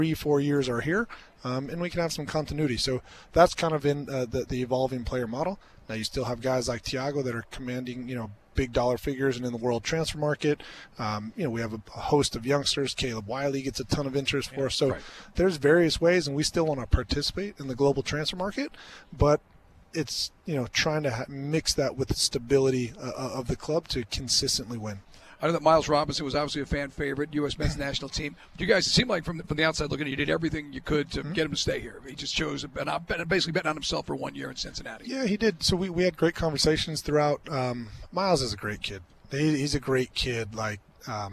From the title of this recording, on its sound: LIVE from MBS!